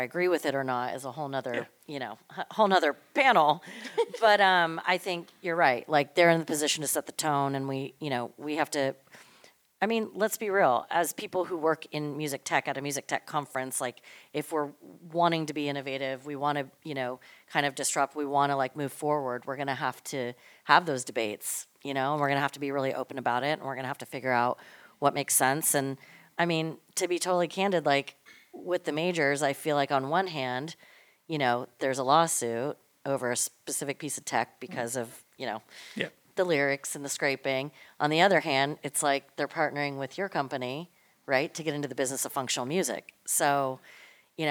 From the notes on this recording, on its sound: One of the hottest sessions from the 2023 Music Tectonics Conference. If you weren't with us in Santa Monica.